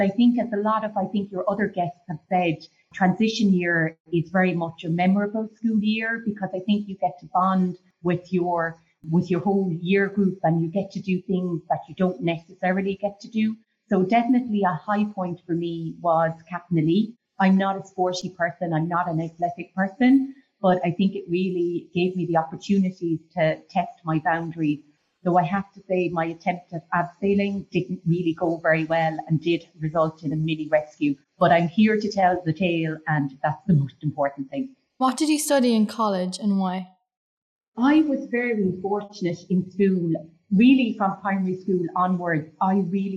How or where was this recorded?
video call